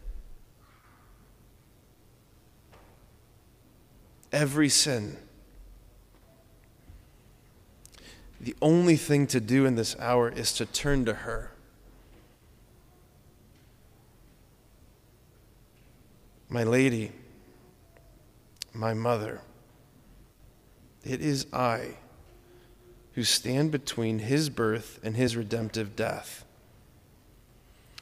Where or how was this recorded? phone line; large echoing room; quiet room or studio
large echoing room